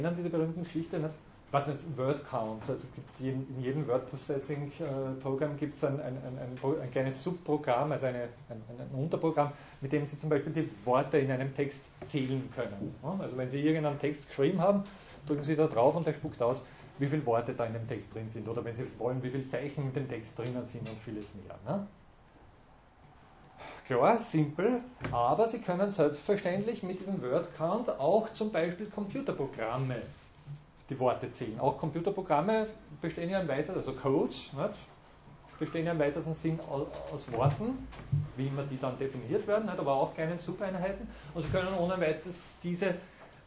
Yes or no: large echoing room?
yes